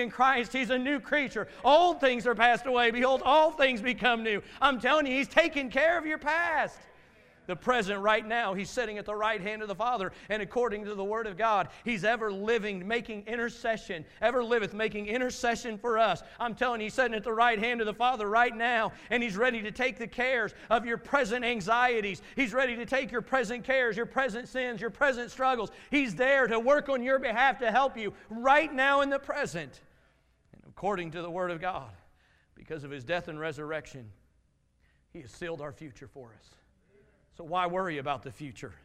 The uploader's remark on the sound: Message from Sunday morning service